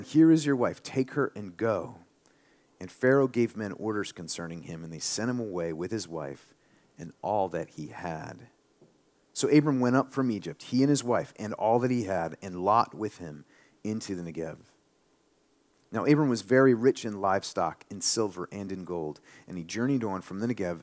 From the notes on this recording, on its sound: this sermon during our March 19, 2023, Sunday worship service